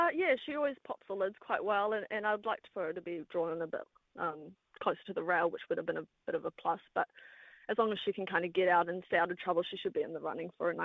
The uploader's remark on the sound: live calls from Manukau Races 1&2